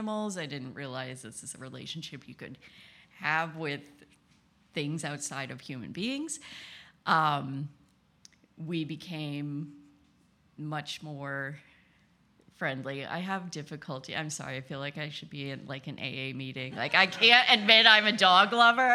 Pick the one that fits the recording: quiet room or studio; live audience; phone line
live audience